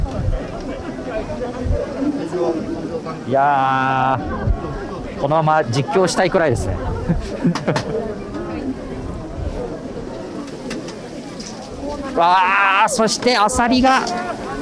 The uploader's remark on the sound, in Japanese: 初めての対面収録です。覚王山の日泰寺参道で行われる「覚王山春祭2023」を歩きながら収録しています。